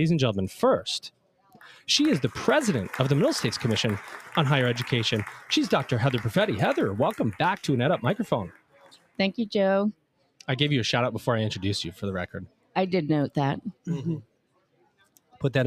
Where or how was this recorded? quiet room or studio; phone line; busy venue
busy venue